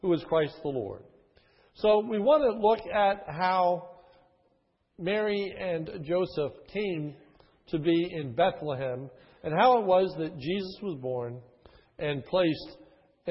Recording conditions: large echoing room